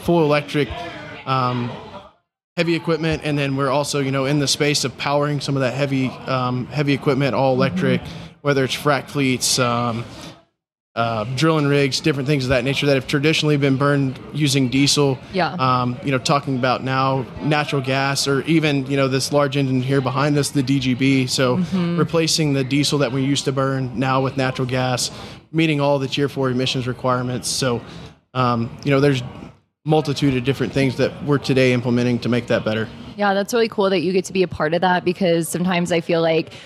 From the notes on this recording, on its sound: During the PBIOS conference